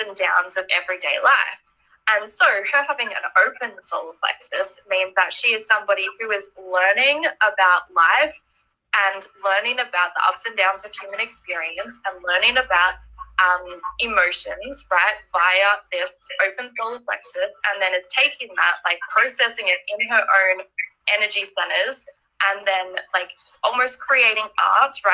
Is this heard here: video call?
yes